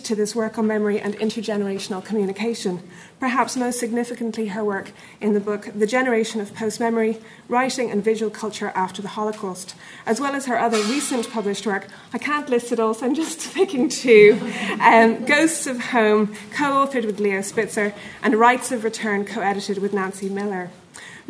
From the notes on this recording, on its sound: Keynote lecture. At '1916: Home: 2016' conference.